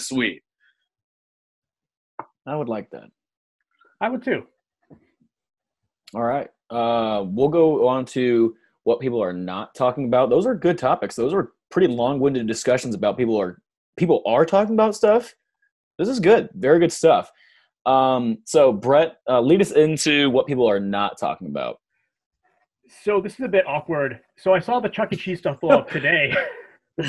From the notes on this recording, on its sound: Podcast recorded virtually via Zoom to practice social distancing.